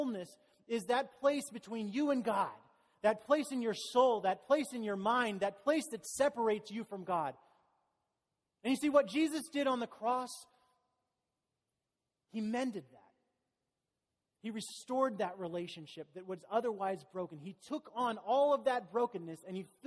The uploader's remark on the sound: Easter message delivered during the Contemporary Worship service.